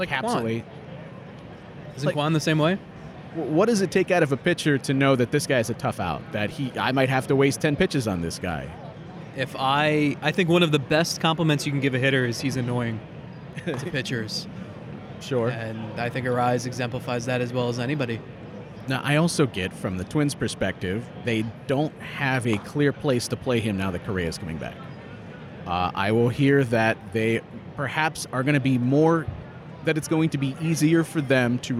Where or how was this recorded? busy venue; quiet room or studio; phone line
busy venue